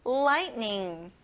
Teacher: 여러분, T가 보이지만 발음이 안 나요.